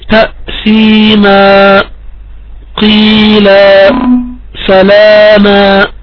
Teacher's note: بفتحة واحدة مشبعة بألف مد مقدار مد طبيعي على الحرف الأخير من الاسم المنون